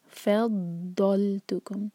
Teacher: فا کو لائٹ رکھیے اور ضاد ہیوی، فضل فا نہیں کہنا، ہو سکتا ہے مس ہو جائے، فا کو لائٹ رکھیں.